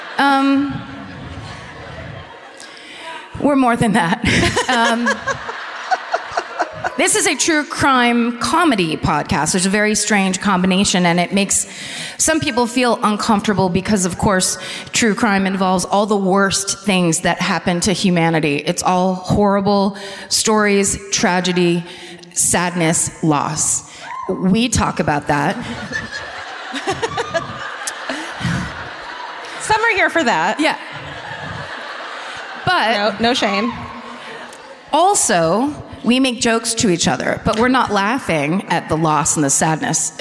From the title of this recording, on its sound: Live at the Civic Theatre in San Diego